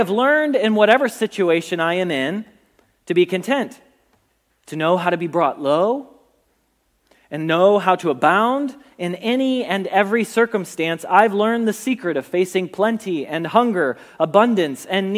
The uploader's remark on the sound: Message Preached at Valley Creek Church